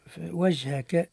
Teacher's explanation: الجيم ساكن حكمه القلقلة